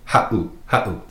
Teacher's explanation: If you were to take out that 7, it would be pronounced ha'u. But with the 7 in there, makes that little glottal stop, that pause. So you say ha'u, ha'u.